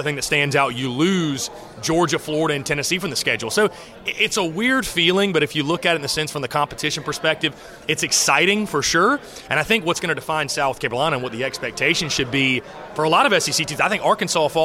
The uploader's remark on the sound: LIVE from SEC Media Days